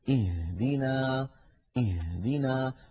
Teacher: بعض إخواننا يقول اهدنا الصراط، فيضغط على صدره ويستهلك الهواء الذي في الرئتين دون أن ينطق هاء صحيحة. الهاء ليست من الصدر بل من أقصى الحلق فوق الهمزة بقليل